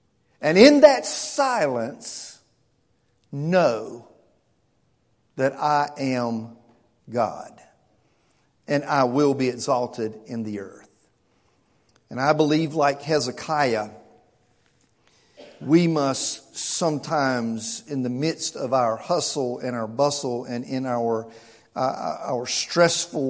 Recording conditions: large echoing room